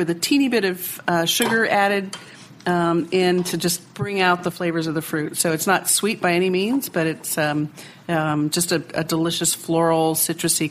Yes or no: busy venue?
yes